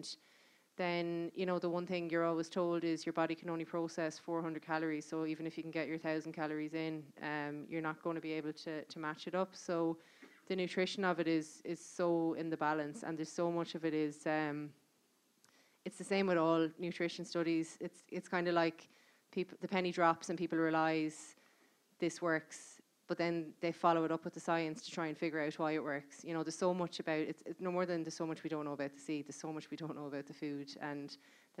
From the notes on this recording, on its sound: This part two of a live podcast recorded in the (Whale Theatre) in January 2020.